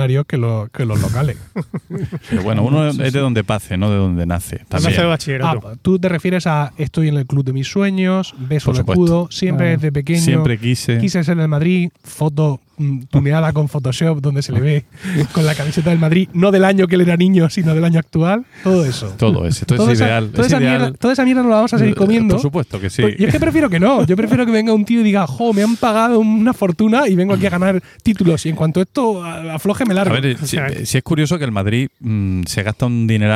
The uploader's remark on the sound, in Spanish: Grabar al aire libre, en un jardín público de murcia, en concreto en el palmeral chico. Rodeados de palmeras y de alguna que otra mosca.